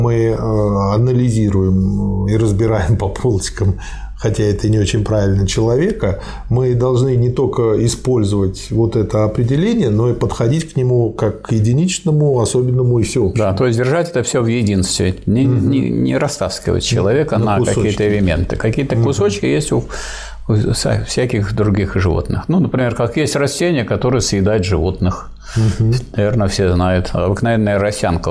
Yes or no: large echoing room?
no